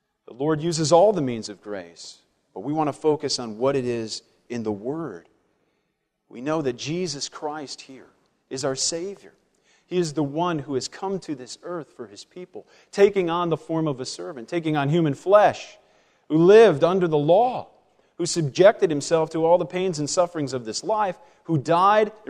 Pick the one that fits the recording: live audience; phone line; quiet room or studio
live audience